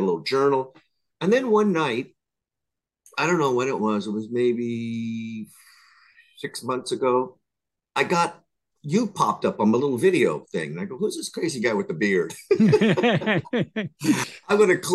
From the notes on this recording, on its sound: In a Zoom meeting